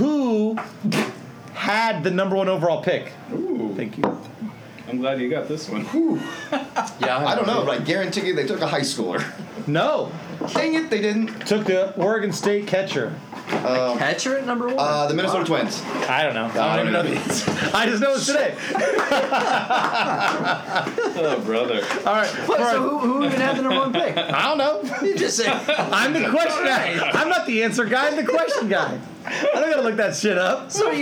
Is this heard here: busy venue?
yes